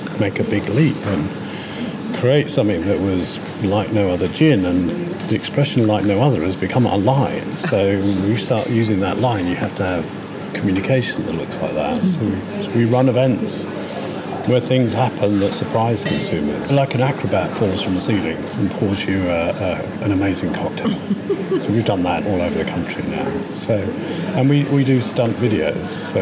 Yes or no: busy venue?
yes